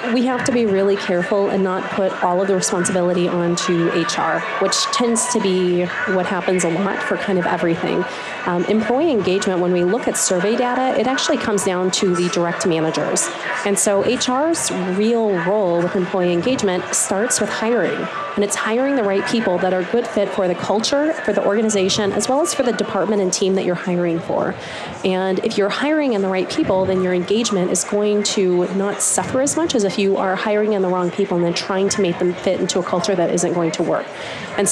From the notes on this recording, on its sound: LIVE from Las Vegas, at #HRTechConf